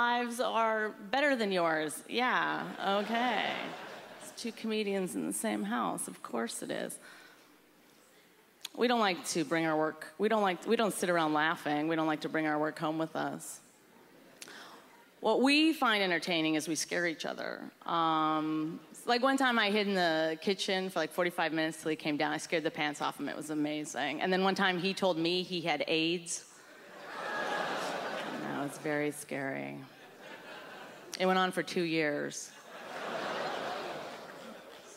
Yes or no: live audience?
yes